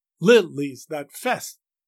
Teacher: That is followed by an iam, that fest. The stress on the first syllable of the line, followed by two unstressed syllables together, lees that, throws a heavier than usual stress onto the fourth syllable of the line, fest.